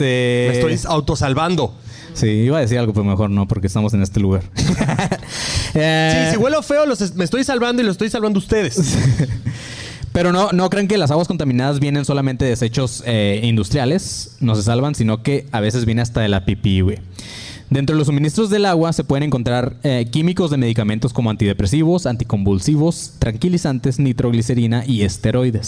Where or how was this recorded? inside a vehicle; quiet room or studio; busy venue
busy venue